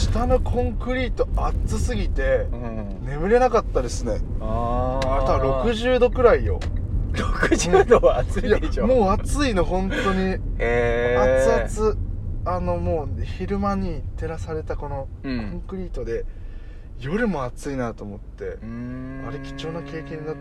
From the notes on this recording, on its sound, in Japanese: 早朝ドライブで、無駄なはなし。今回は初となる早朝収録。